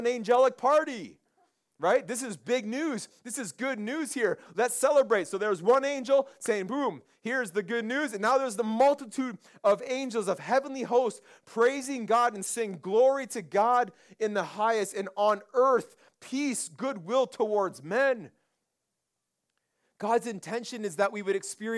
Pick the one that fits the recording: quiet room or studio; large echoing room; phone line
large echoing room